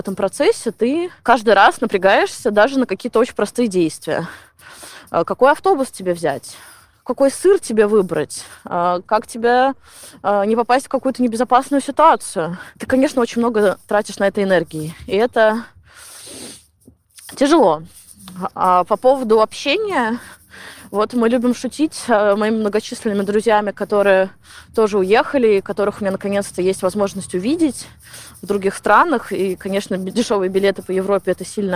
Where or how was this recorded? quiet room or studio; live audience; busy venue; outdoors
outdoors